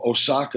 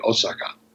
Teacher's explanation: In Japanese, it's just they treat every syllable the same. · Shown in: second take